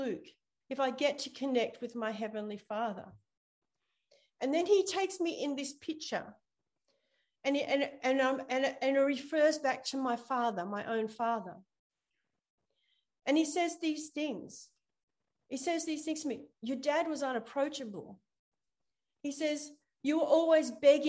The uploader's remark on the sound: ZOOM Church